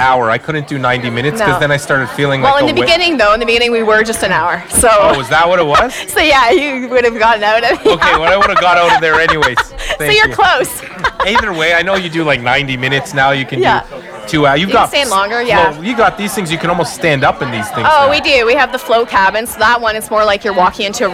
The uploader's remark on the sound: podcasting live from The Night Of Light Open House hosted at the businesses of 430 York St.